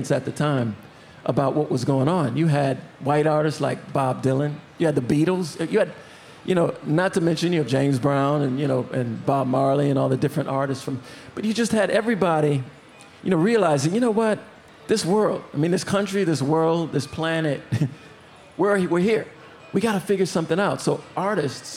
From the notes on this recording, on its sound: Recorded before a live audience at the Minnesota State Fair.